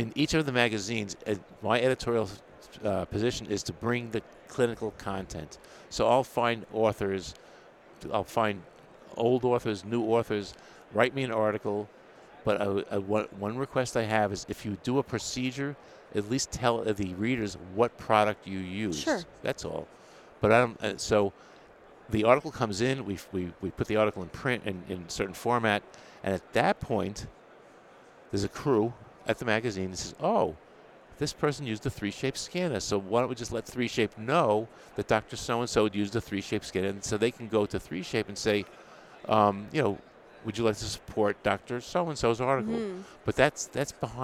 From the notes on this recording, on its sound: Recorded live at the California Dental Association on the trade show floor